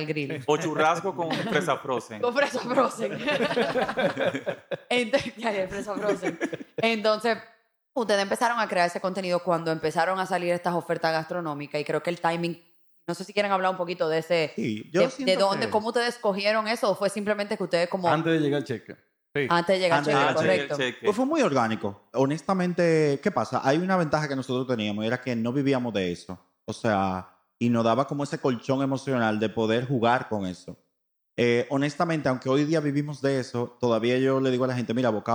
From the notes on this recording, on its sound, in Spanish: Estar frente a un público en vivo en el Seminario Annual de Crecimiento Humano y Profesional de la PJU (Pastoral Juvenil Universitaria) de la PUCMM, en Santiago.